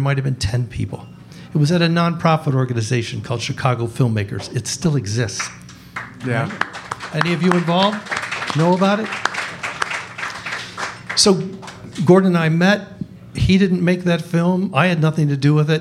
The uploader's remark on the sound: Recorded live at a very special event held in Chicago, at the UNCOMMON GROUND restaurant, that brings filmmakers together called THE DOC TALK SHOW.